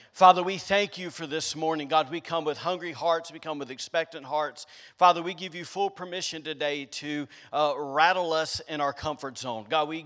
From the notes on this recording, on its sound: recorded on Sunday, September 26th, 2021, during service at The Anchor Church in Rockport, Maine.